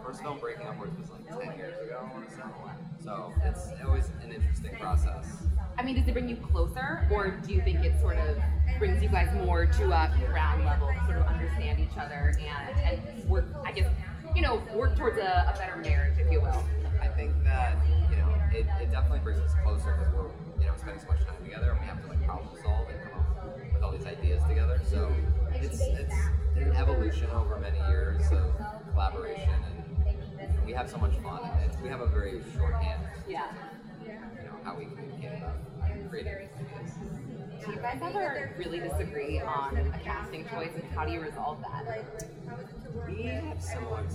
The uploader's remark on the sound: The last red carpet of Tribeca Film Festival was a blast. Taped live on the red carpet.